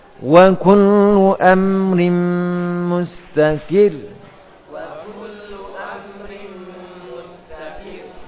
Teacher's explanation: ra-nya tetap dibaca tipis namun dinabar. Ya, ra-nya tetap dibaca dengan tipis karena sebelumnya ada harakat kasrah.